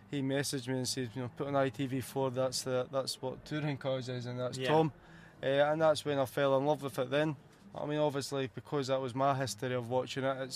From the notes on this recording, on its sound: This episode was recorded live at the 2021 British Motor Show in Farnborough. Track Back was in collaboration with The Podcast Guys who were the official podcast and video partner of the British Motor Show.